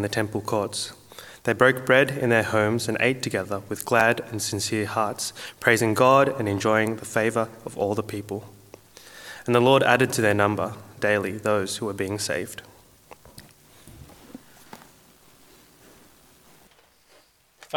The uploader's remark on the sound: At a Church in the Graveyard service